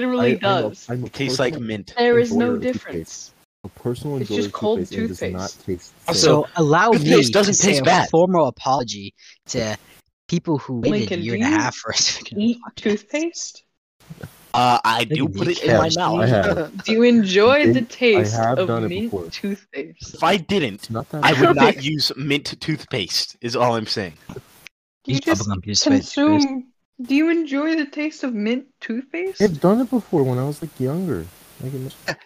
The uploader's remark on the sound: Our audio may be choppy.